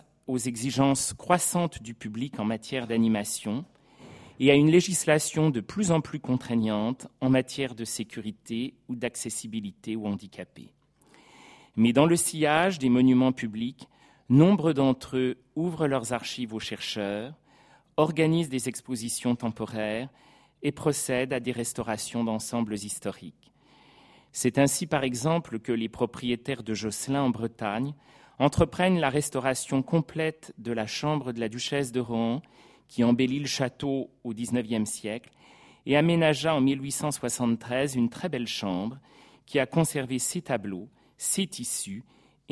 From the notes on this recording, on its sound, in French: Professeur d’histoire contemporaine à l’université Paris-Sorbonne, enregistrée le 29 janvier 2016 dans le cadre du colloque « Mobiliers, ensembles, décors.